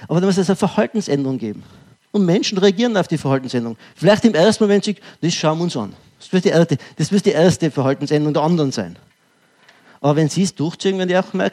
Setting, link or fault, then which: setting, live audience